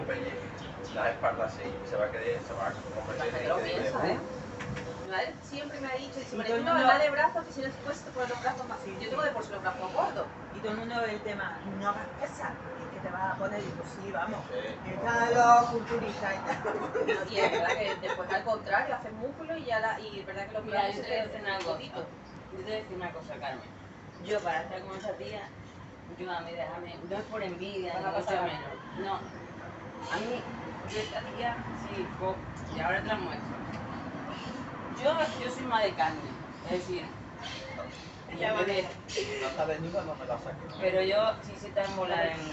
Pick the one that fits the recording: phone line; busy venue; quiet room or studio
busy venue